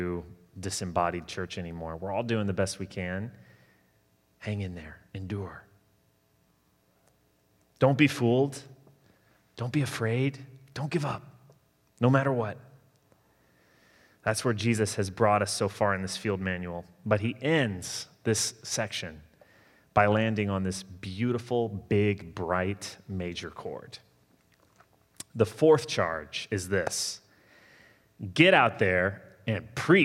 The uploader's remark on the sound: Sermon delivered Sunday, November 22, 2020